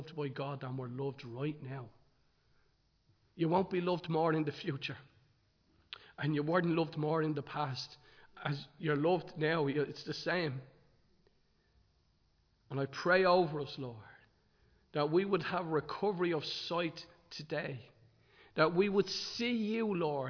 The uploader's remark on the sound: Recorded live in Liberty Church on 15 January 2023